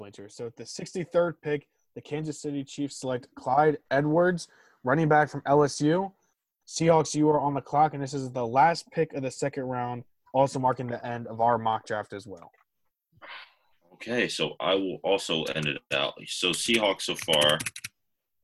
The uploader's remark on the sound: This was recorded using Zoom, hence why audio quality is not great and occasionally cuts in and out.